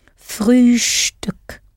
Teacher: Especially if you remember to pronounce the ST in Frühstück as though it has a sh before the T.